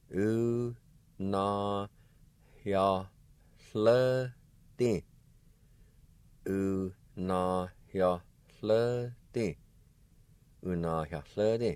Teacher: there's a faint H sound right before the Y